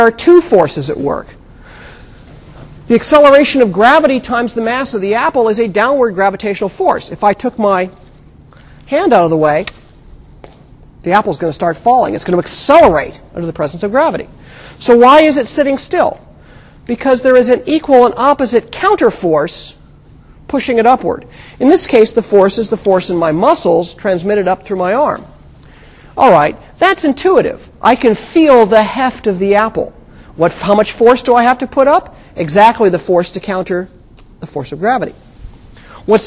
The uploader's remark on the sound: Recorded 2007 Oct 12 in 1000 McPherson Lab on the Columbus campus of The Ohio State University.